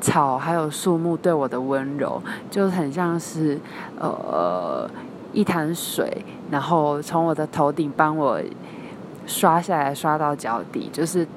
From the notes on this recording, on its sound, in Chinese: 錄製於成吉思汗機場